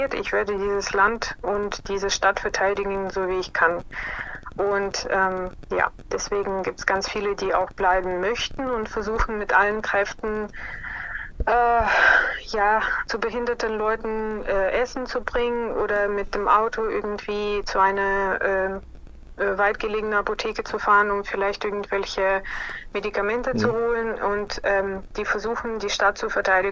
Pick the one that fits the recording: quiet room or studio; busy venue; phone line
phone line